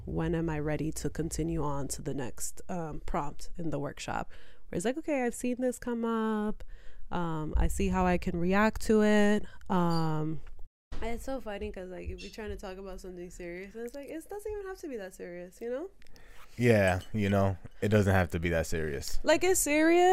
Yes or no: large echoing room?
no